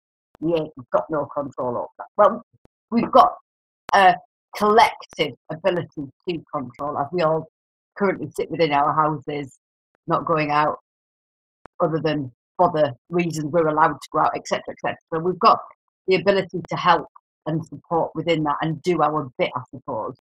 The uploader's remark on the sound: Forgive the bad sound and the dodgy connection.